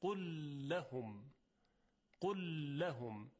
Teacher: خب در اینجا ادغام انجام میشه، دو حرفم مثل همند یعنی متماثلند، قل لهم، قل لهم، یعنی یک لام مشدد ما میشنویم · Term: ادغام مثلین